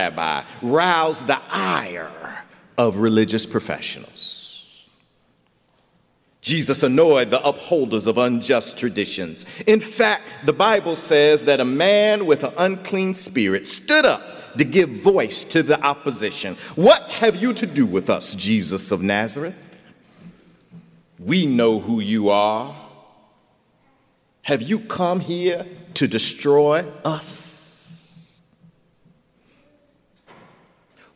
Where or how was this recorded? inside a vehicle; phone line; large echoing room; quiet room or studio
large echoing room